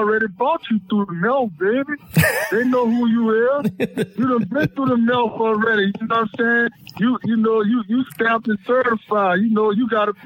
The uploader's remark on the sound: three telephone interviews